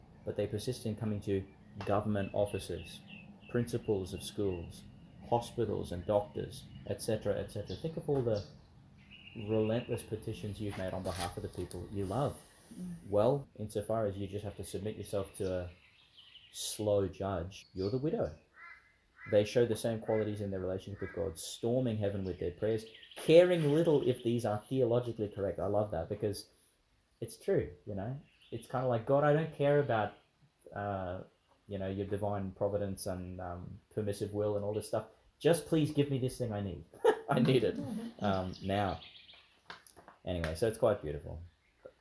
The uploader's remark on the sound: in the park outside St Mary's Church, Ubobo, Qld.